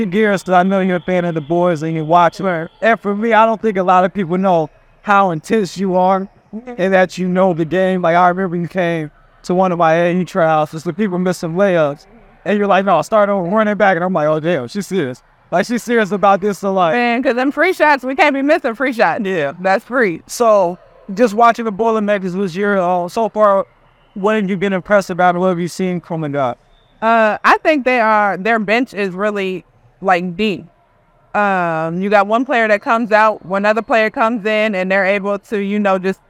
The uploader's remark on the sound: Live From Crew Life Camp. From their annual Crew Life Youth Basketball Camp in Fort Wayne, Indiana.